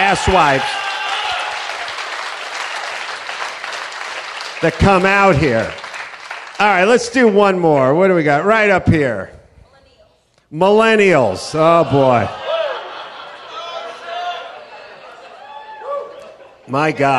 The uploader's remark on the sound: Live from the Houston Improv